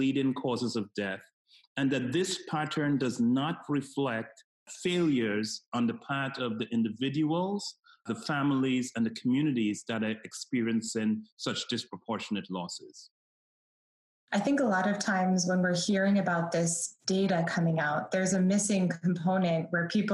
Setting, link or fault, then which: link, video call